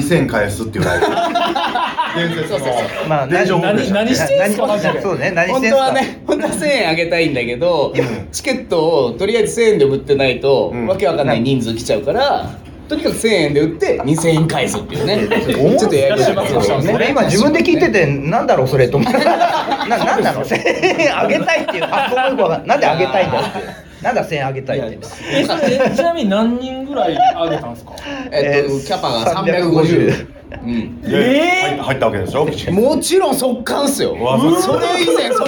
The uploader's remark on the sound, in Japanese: 公開収録